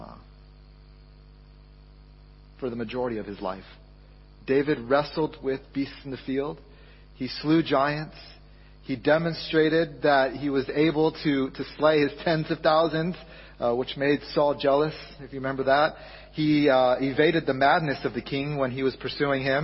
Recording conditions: large echoing room